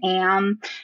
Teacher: like the A getting nasalized in am